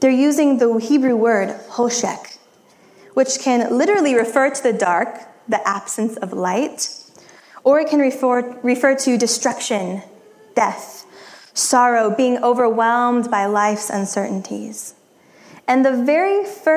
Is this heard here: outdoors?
no